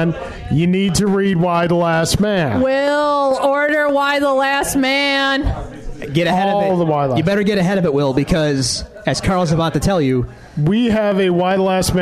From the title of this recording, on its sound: Live at Iron Buffalo